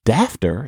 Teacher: in English, that GH sound often changed to F for reasons that nobody completely understands